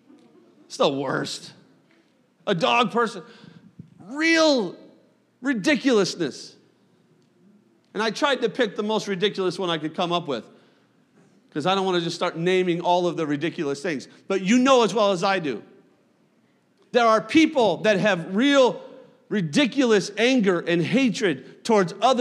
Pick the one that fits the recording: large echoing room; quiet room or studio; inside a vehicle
large echoing room